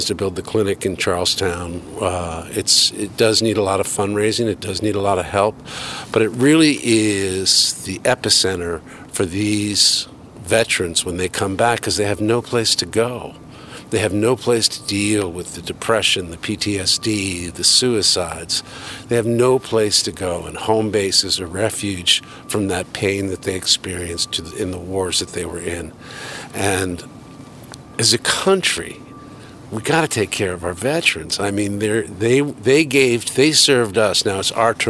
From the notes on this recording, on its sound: Takin A Walk in Milton Massachusetts